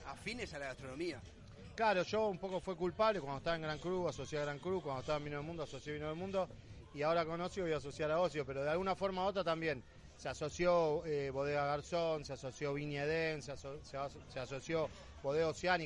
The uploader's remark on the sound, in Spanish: Edición especial, saldremos en vivo desde el restaurante Imarangatú.